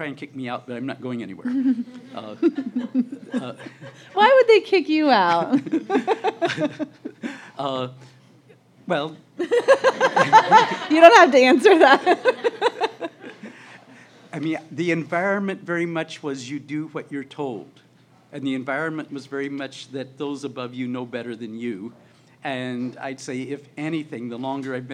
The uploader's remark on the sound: LIVE at the Baltimore Podcast Festival